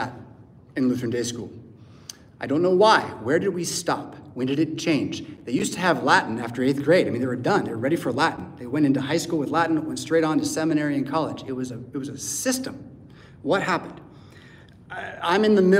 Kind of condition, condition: setting, large echoing room